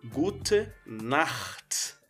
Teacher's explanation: a pronúncia de Nacht é pronunciada aqui na garganta é como você estivesse roncando já